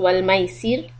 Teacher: the raw will also be soft because there's a kasra on seen so that makes والميسر soft.